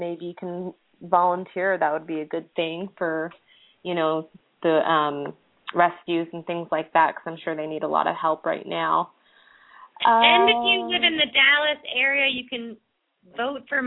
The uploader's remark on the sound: open up the lines for listeners to call